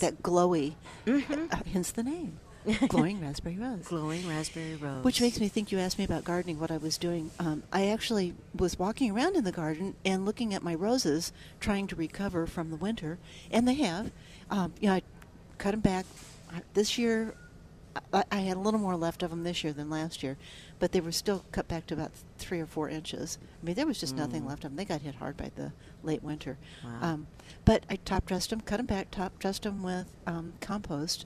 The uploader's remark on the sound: Plant Experts Live at Prairie Gardens 5-25-19